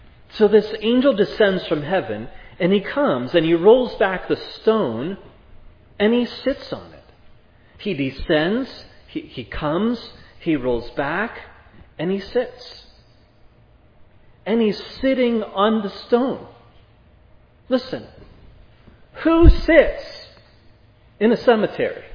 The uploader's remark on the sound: This sermon was preached at Providence Church